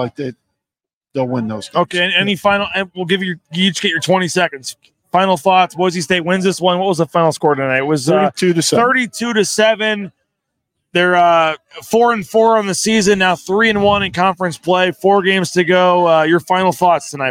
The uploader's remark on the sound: LIVE at The James Kitchen and Bar